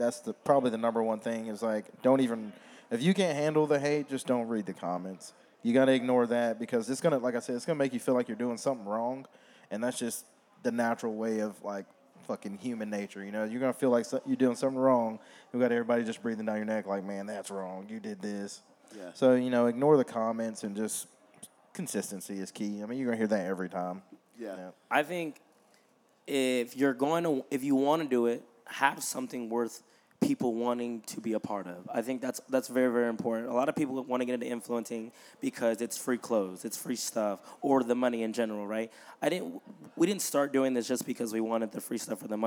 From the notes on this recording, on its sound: broadcasting live from the iconic Live Oak Music Row in Nashville